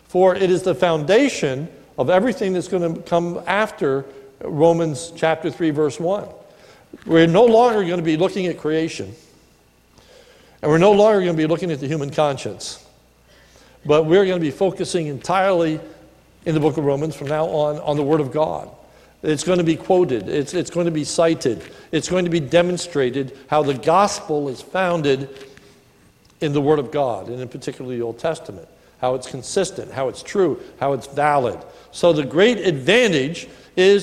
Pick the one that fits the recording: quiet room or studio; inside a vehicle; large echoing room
large echoing room